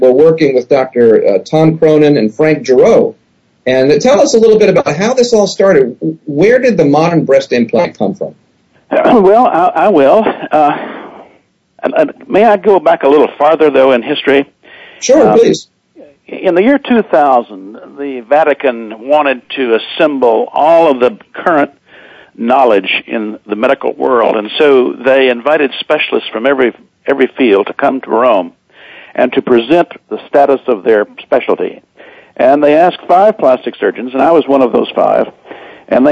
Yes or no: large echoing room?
no